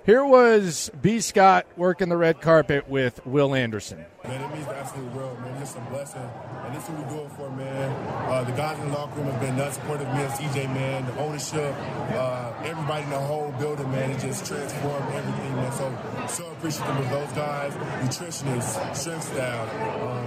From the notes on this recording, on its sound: The sounds from the Red Carpet last night